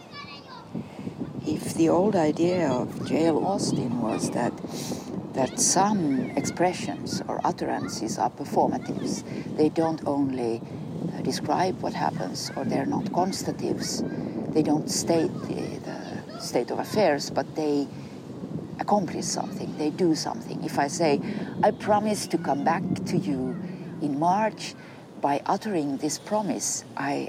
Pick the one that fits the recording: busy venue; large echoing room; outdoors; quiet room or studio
outdoors